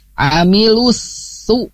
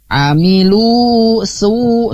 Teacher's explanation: tidak dibaca diayun tapi langsung dileburkan ya di idgham syamsi · Shown in: first take